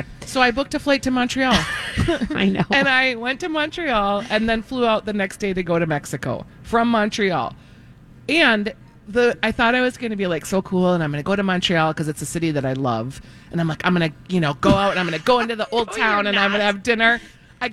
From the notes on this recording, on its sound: Live from the Minneapolis Home and Garden Show! Answer a call-in question.